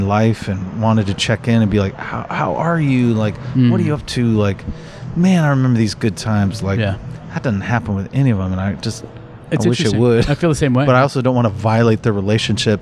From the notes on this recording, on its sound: I think she knows when I am recording and is determined to interrupt. Recorded outside of Specs' Twelve Adler Museum Cafe in San Francisco.